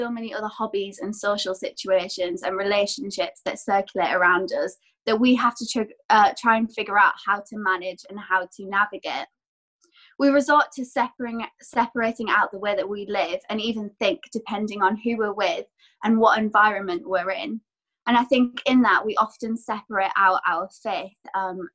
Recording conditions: video call